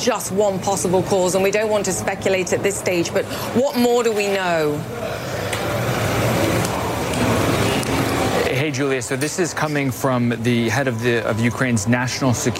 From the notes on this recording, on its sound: live from the New York Stock Exchange